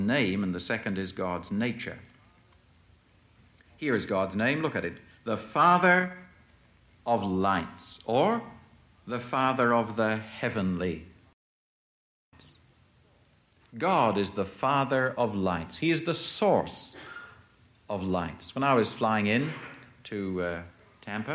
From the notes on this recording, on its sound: presented at Moody Keswick Bible Conference 1982